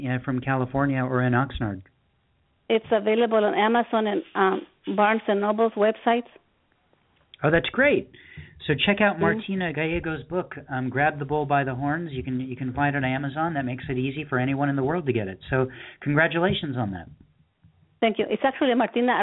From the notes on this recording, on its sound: This month's Poetry Super Highway Live Open Poetry Reading featured poets calling in and reading their work from Sioux St.